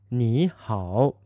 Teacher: Now, this is also where the third tone rule comes in. Since ni is third tone and hao is also third tone, we know that ni needs to become a second tone. So for an informal greeting, we would say ni hao.